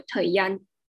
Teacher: 日的音就不见了，南部就整个很省略那种卷舌音